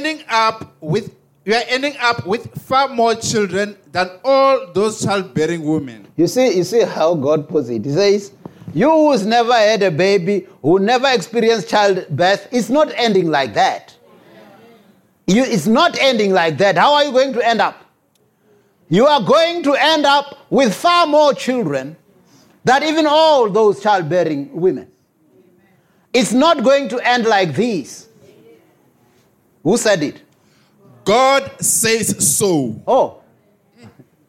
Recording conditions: large echoing room